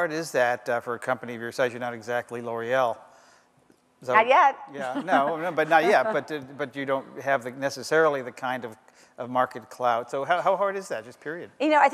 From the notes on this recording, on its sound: The best of live interviews from GreenBiz events.